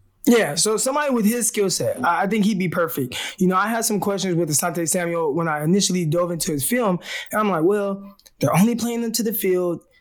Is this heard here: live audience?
no